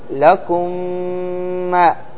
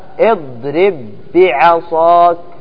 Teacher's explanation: هنا غنة لأن الميم مع الميم تدغم بغنة · Shown in: first take